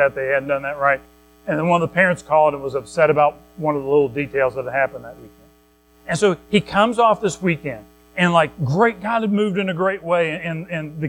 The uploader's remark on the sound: Recorded at Madison Baptist Church in Madison WV.